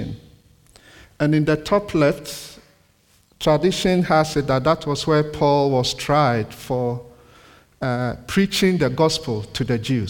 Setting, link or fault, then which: setting, large echoing room